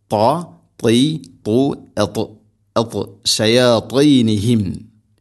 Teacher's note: طاء എന്ന അക്ഷരത്തിന് ഇത്ബാഖ് എന്ന സിഫത്ത് ഉണ്ട്, അഥവാ നാവിൻ്റെ മധ്യഭാഗം അണ്ണാക്കിലേക്ക് ചേർന്ന് നിൽക്കണം, അതാണ് ഇത്ബാഖ്.